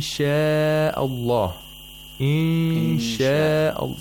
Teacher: See, just by the ikhfa, you can predict that the next letter is a sheen.